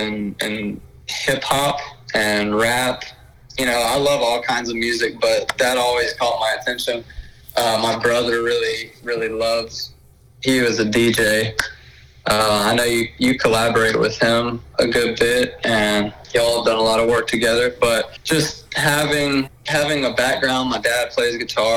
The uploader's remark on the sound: over the phone